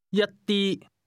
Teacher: This word is pronounced with the same high level tone heard in sik tang.